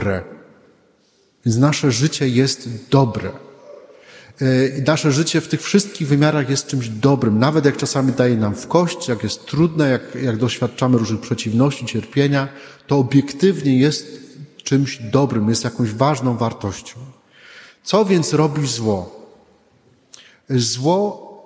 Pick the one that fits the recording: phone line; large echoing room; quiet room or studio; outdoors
large echoing room